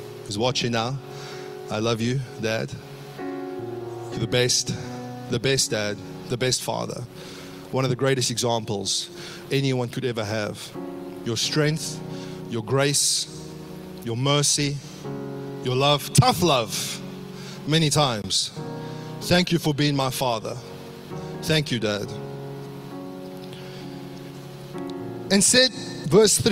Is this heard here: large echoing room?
yes